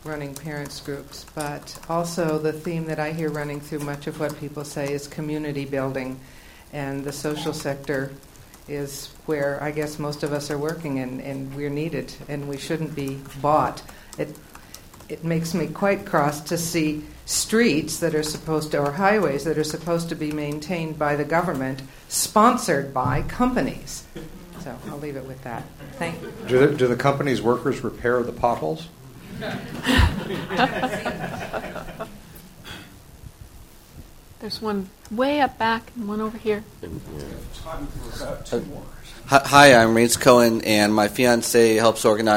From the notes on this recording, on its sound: From the Citizen Journalism Unconference 2006 proceedings at Harvard Law School.